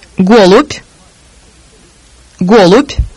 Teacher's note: At the end of a word, the consonants Б, Д, З, and В are devoiced. That is, the vocal cords no longer vibrate for these sounds. They are now pronounced as their voiceless partners.